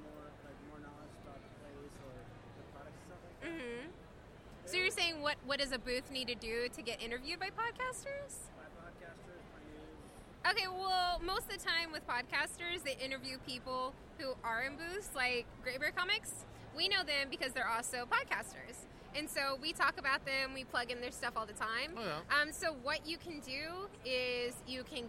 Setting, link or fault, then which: setting, busy venue